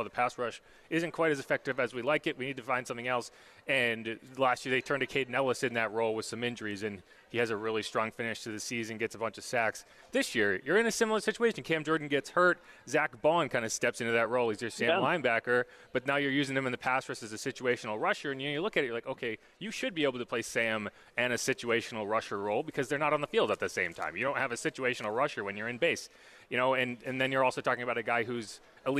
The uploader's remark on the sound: LIVE from the Dome